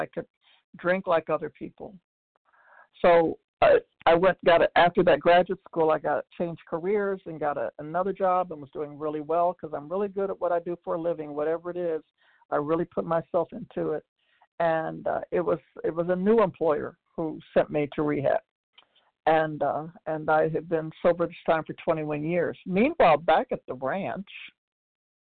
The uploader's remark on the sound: 100 Pounders Phone Meeting